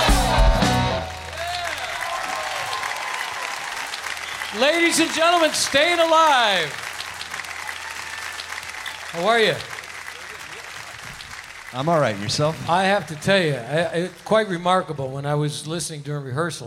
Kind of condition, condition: setting, live audience